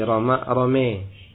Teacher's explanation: Wabil alifi nahwa al-ya. Dan menyondongkan alif kepada ya · Term: imalah